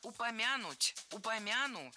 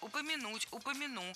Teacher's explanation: Следует говорить «упомянуть», «упомяну». Ударение в этом глаголе ставится на последний слог. · Shown in: second take